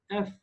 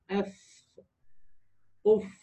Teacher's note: والفاء من باطن سفلى الشفه ومع اطراف الثنايا العليا